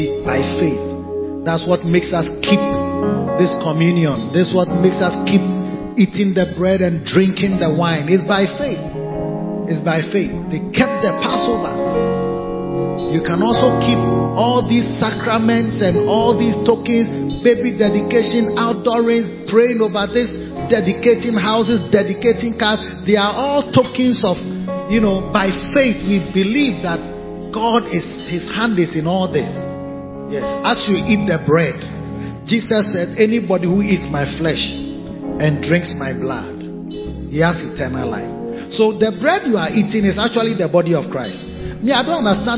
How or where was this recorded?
large echoing room